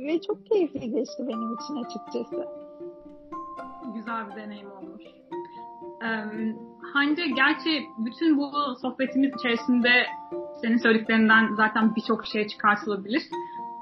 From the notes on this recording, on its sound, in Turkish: Uzaktan bağlanmalı bu kayıtta da hem bağlantım, hem de muhteşem hızlı konuşabilme özelliğim sayesinde yasanan kayıplar var.